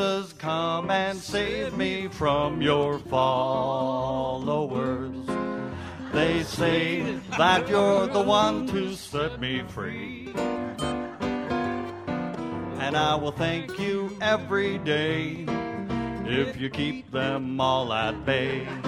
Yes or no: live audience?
yes